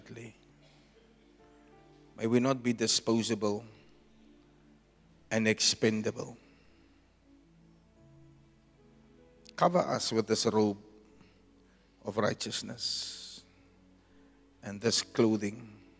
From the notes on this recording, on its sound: Preached at Zion Sanctuary, Ordination Service on the 10 September 2023